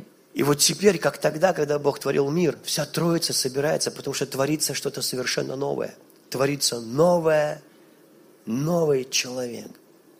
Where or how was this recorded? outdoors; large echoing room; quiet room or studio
large echoing room